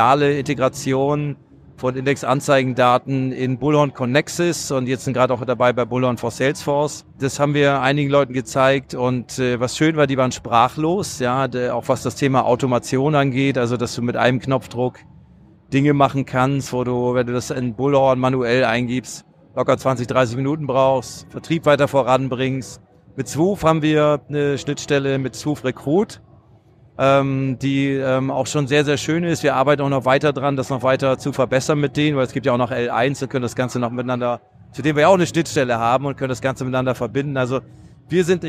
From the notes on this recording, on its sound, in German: Zukunft Personal 2023 in Köln. In der heutigen Podcast-Folge nehme ich euch live mit auf die Messe.